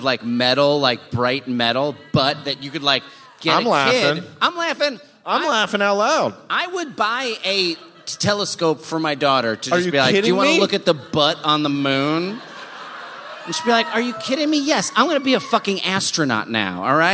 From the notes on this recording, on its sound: live from the Aladdin Theater in Portland